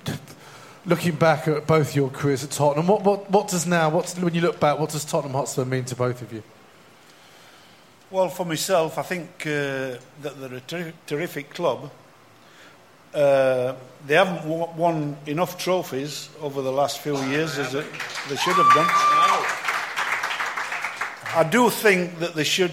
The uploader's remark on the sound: The eighth live show